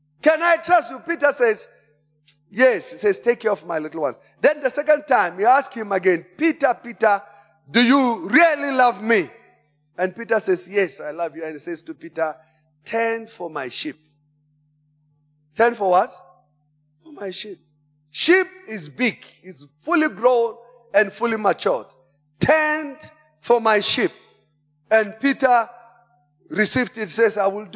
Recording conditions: large echoing room